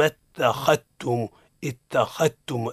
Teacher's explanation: أي يحذف الذال من اللفظ · Term: الإدغام